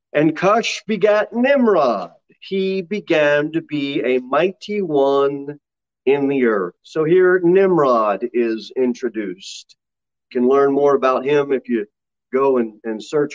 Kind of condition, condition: setting, large echoing room